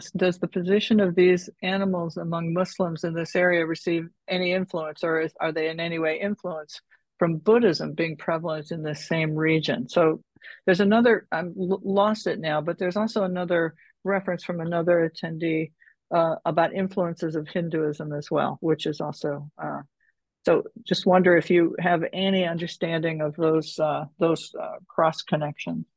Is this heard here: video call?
yes